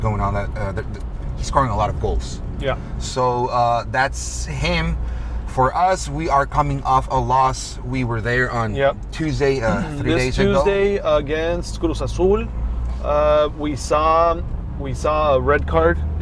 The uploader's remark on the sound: We recorded this episode while driving in San Diego.